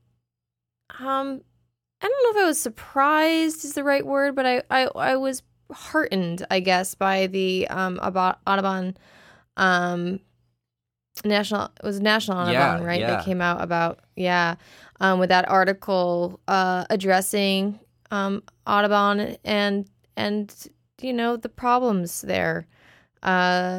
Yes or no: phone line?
no